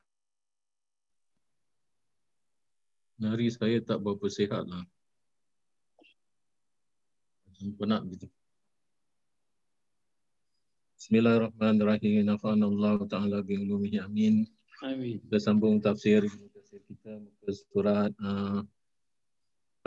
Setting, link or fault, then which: link, video call